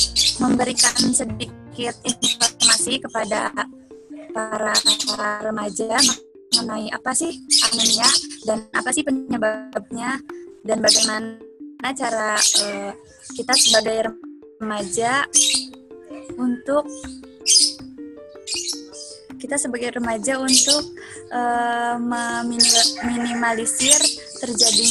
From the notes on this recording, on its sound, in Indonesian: Maaf suara tidak bagus karena record melalui zoom